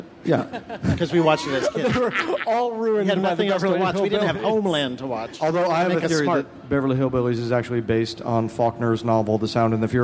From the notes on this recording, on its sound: Recorded live at the Nerdist space at Petco Park during San Diego ComicCon.